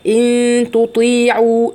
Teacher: طيب إخفاء حقيقي، نون ساكنة وراها التاء من حروف الإخفاء، يبقى هخفي النون الساكنة وهغنها